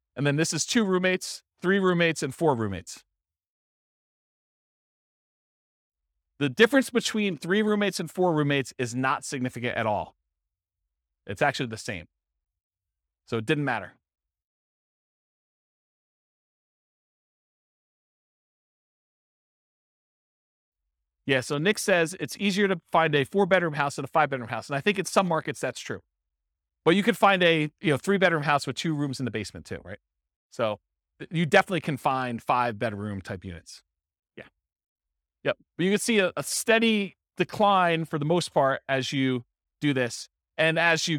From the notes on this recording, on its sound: This was a live class recorded